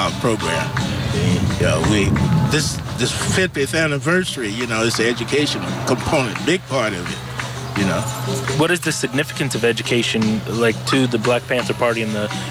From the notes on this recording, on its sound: interviews from the Malcolm X JazzArts Festival held in San Antonio Park in Oakland